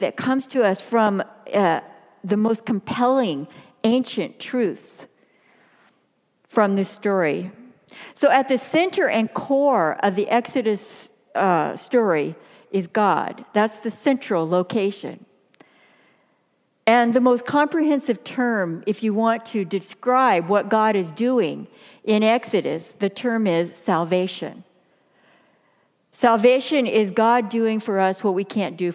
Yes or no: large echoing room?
yes